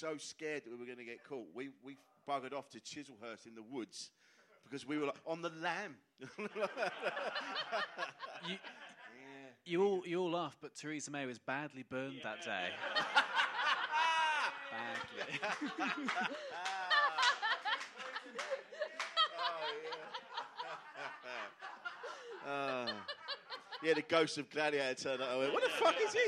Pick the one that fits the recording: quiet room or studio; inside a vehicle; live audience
live audience